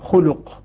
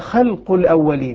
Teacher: يقرأها هؤلاء بضم بضمتين، بضم الخاء واللام · Shown in: first take · خلق.